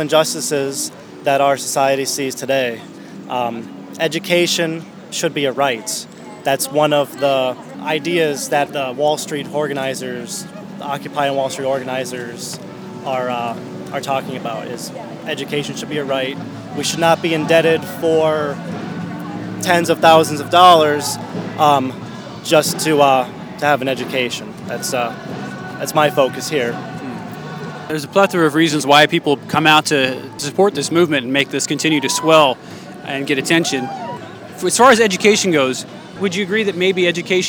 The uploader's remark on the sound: Live from Occupy Wall St. Zuccotti Park.